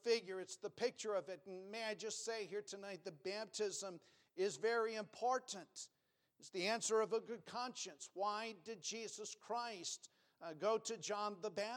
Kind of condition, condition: setting, large echoing room